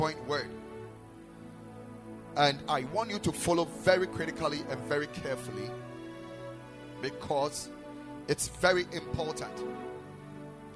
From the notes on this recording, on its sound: Preached at the Ekklesia Chapel